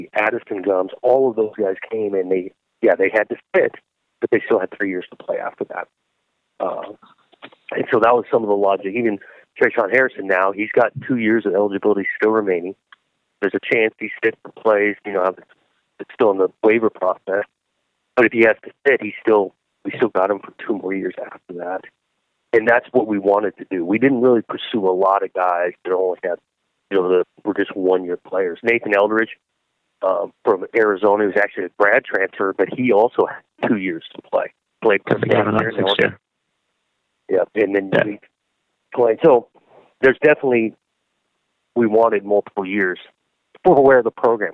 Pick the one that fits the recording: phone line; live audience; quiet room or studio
phone line